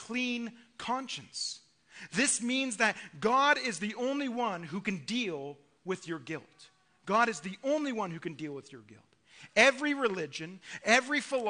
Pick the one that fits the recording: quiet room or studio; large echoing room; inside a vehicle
large echoing room